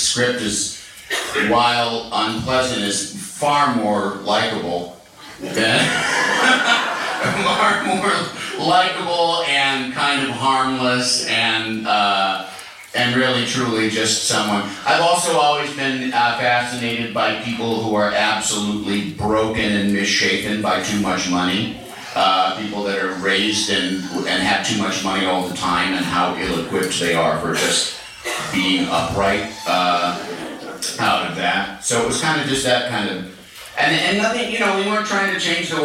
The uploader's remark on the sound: We recorded this one live from SF Sketchfest 2017. Before the table read.